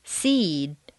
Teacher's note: a final voice consonant causes the previous vowel to double